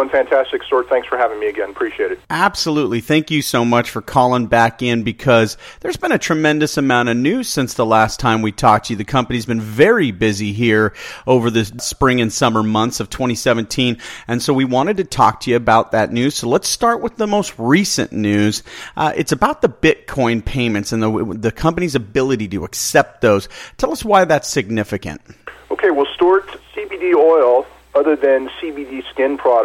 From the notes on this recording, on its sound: called in to SmallCapVoice